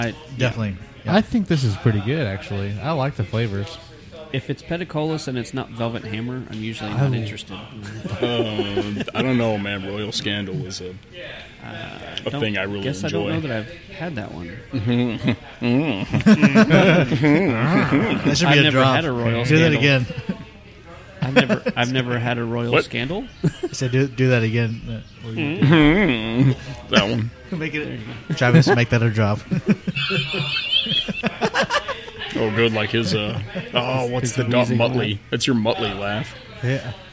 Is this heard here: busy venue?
yes